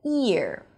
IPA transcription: ɪr